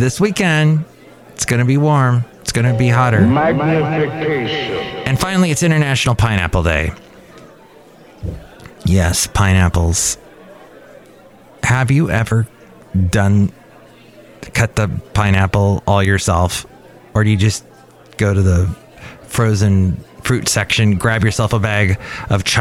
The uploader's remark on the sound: podcasts live from Café Anyway